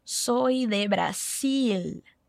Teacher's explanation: E o nosso L do final de Brasil vai ficar preso com a sua língua lá atrás dos dentes da frente. E nunca com o som de U, como a gente fala Brasil.